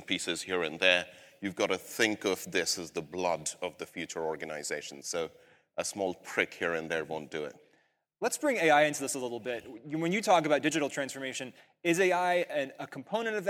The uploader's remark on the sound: LIVE at the Marketing AI Conference. On the main stage of the Marketing Artificial Intelligence Conference. Recorded live in Cleveland, OH.